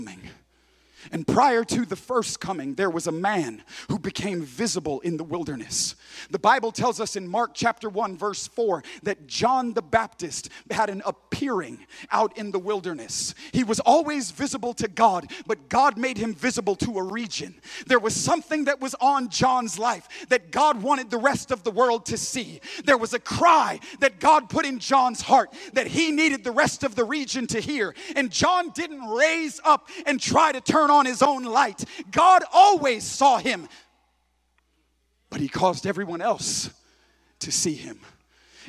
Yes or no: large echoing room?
yes